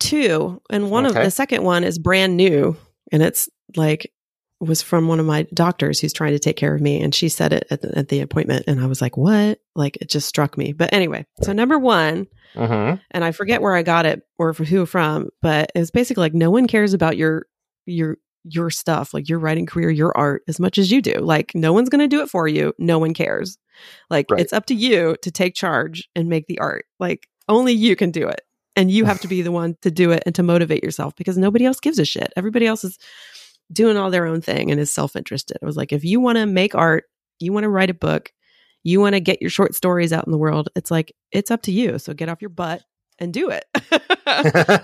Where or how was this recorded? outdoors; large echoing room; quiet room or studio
quiet room or studio